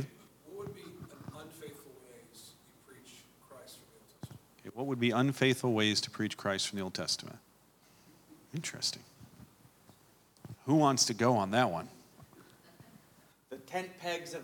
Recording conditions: live audience